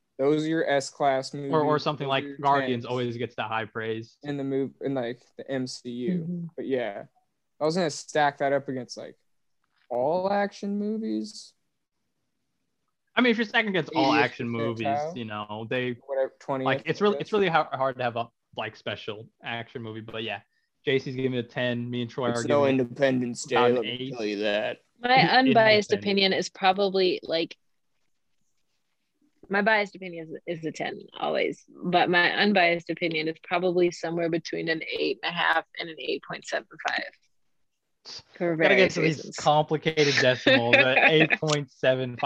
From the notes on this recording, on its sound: This weeks episode had connection issues. The audio will be skipping to parts where the audio was fine.